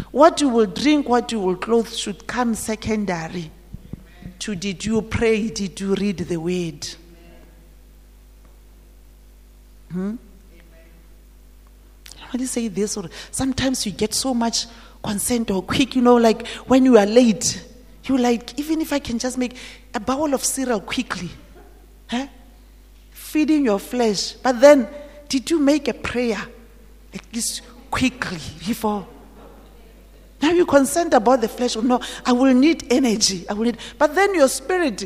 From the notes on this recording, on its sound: at GTCFC City campus at the morning service